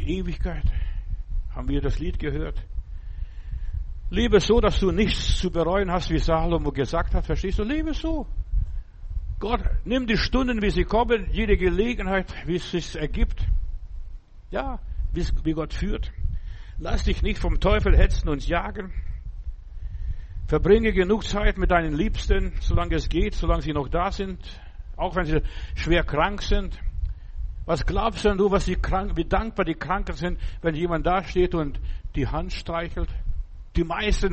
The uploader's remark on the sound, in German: im Gemeinde-Zentrum in Berlin aufgenommen